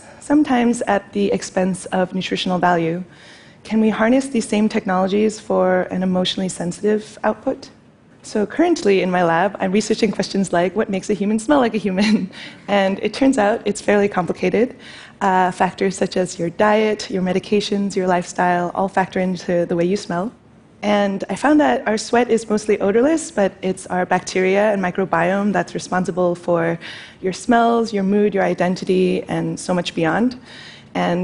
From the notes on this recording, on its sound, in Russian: В этом кратком живом выступлении. Это выступление записано на мероприятии TEDx, независимо организованном местным сообществом с использованием формата конференций TED.